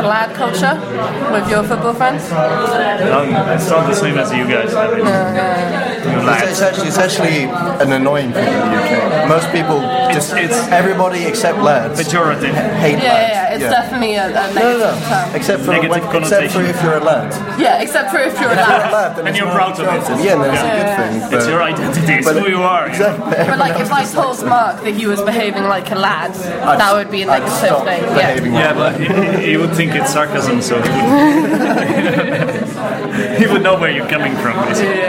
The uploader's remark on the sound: This is an interview with two native speakers from England recorded in a pub in Prague.